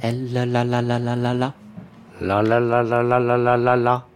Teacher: Et alors ensuite, alors pour aller au plus simple, on va mettre la langue au palais, comme pour dire elle. Si vous dites elle, vous vous rendez compte que la pointe de la langue touche le palais.